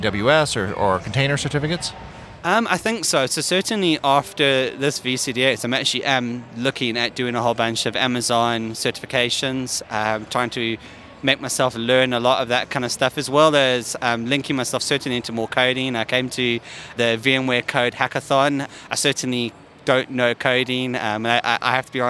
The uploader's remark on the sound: This podcast was recorded live at VMworld 2016 in Las Vegas.